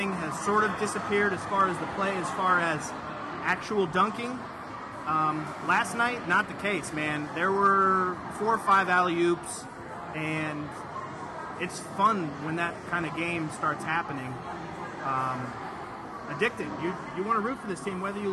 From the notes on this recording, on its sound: Come to you on location at Millennial Brewing Co. In Fort Myers, Florida.